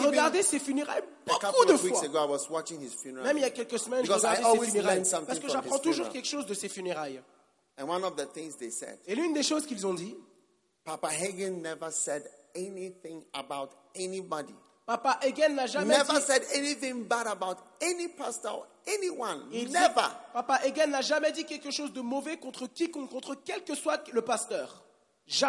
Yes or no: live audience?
yes